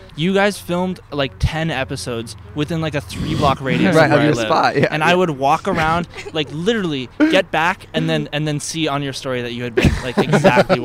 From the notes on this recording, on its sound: Recorded on 5/15/21 on Franklin Blvd in Los Feliz, Los Angeles.